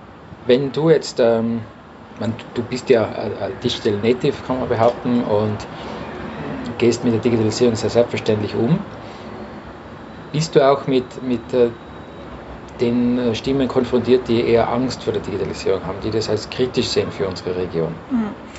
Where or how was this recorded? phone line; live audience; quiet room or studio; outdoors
outdoors